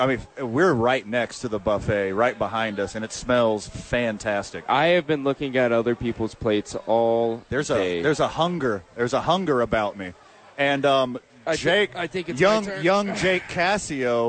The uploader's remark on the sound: live from Top Golf for YMCA Charity Event